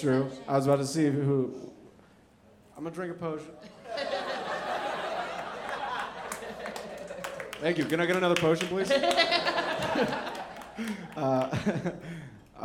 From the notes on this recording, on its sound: Recorded live at Zanies Comedy Club in Nashville, Tennessee. Live on stage.